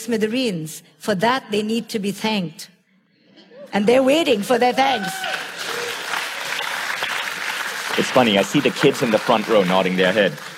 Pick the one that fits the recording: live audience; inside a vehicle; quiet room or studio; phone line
live audience